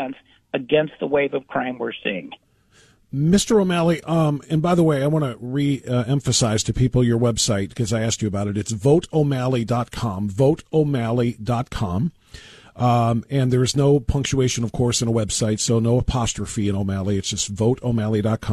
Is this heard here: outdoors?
no